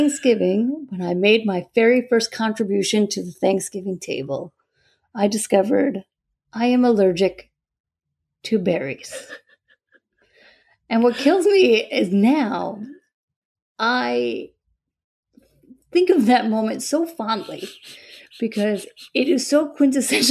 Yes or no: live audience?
no